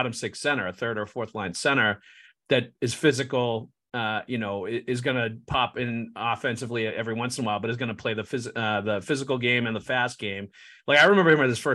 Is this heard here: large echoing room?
no